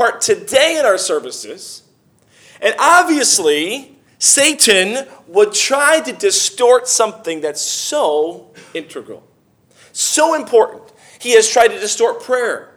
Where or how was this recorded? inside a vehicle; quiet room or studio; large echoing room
large echoing room